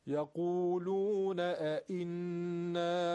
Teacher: دو تا همزه پشت سر هم یکی ا یکی ا خیلی تیز و مشخص